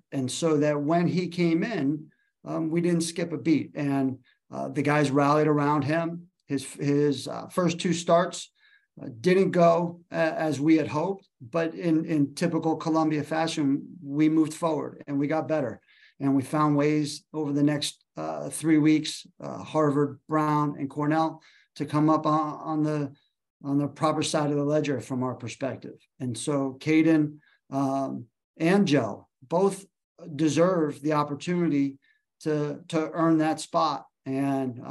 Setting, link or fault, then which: link, video call